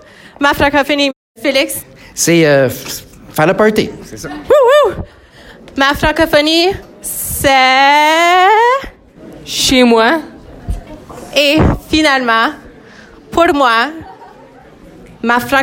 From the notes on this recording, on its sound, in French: Cet épisode a été enregistré en direct du rassemblement Franco Fiers à l’École secondaire catholique Le Relais.